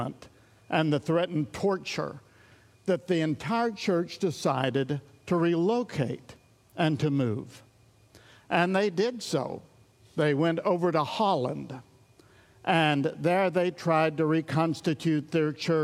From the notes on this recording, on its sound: This series of our studies was recorded at Sunnylane Family Church in Oklahoma.